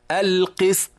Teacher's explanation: هنا السين ساكنة فقط ليس فيها قلقلة، لكن بعدها الطاء مقلقلة